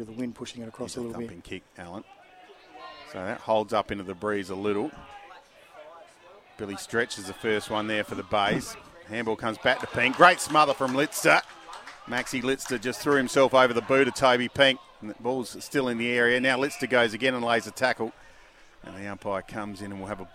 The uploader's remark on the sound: The Eagles take on the Tigers at Maughan Thiem KIA Oval in front of a big crowd and it's an absolute thriller!